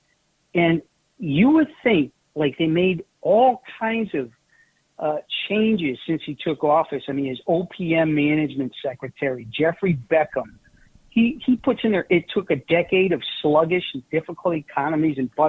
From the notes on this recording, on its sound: take some phone calls